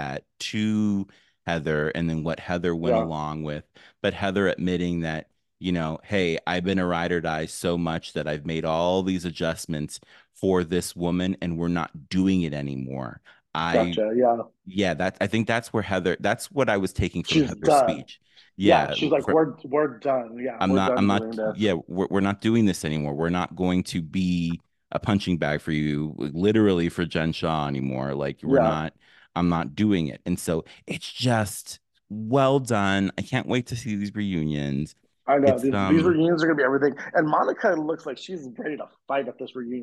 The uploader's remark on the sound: this is basically a phone call but recorded.